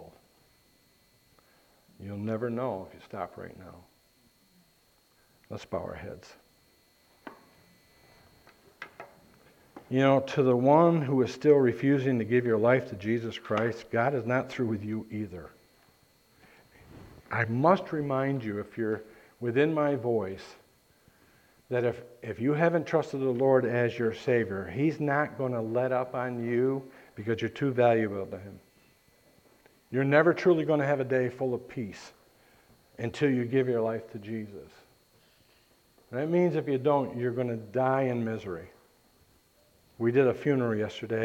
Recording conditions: large echoing room